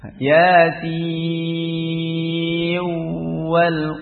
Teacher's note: Yasin wal nunnya hilang diidghamkan kepada wa · Term: idgham bi gunnah